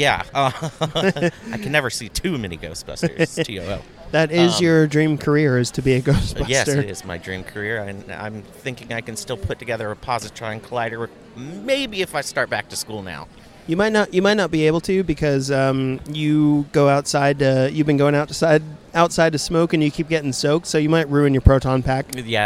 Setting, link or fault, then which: setting, busy venue